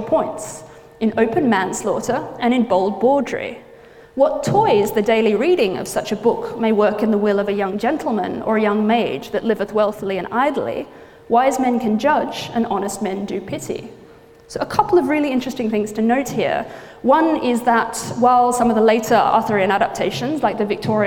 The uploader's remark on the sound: gives a lecture at the Bodleian Library